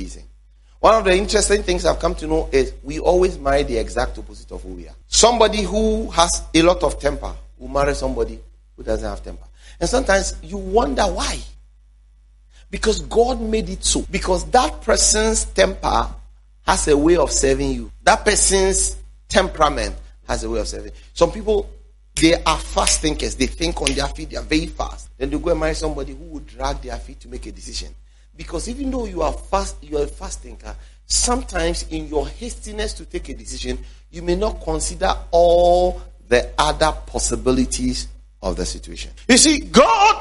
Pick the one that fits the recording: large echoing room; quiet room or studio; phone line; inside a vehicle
large echoing room